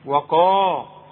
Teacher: ما القاف مفخمة، دي اعلى حروف التفخيم هذه القاف، القاف اللي بعدها الف، وقا.